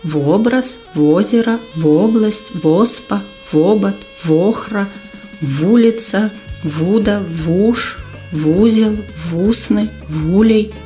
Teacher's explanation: «в» узнікае перад пачатковымі націскнымі «о», «у»